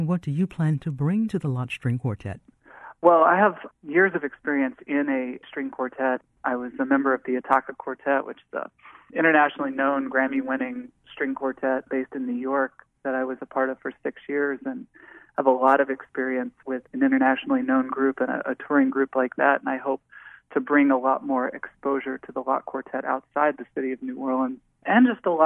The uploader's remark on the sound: He joins us by phone.